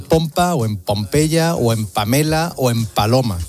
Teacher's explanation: Me gusta el fonema P. Oclusivo, bilabial, sordo.